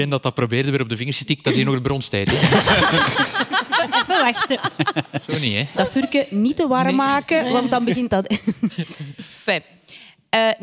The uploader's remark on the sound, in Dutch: Deze maand live vanuit de Arenbergschouwburg in Antwerpen!